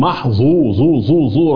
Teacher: لولا التفخيم الذي في الظاء لكانت ذال